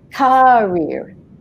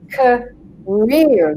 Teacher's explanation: the rear is the long part and the k is the short part · Shown in: second take